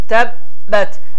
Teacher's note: En azı bir saniye miqdarında həmin B hərfin üzerinde durulmalıdır ve hava akını dayandırılmalıdır ve sonra ise tebbet yada deyerek telaffuz olunmalıdır. · Term: gargala